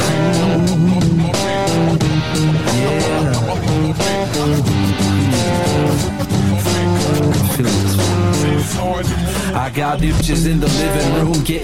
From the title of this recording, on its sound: Live from Pop's